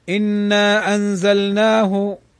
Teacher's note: إذا كان منفصلا نقول جائز، فيجوز أن نمده 4 حركات، ويجوز 2 حركات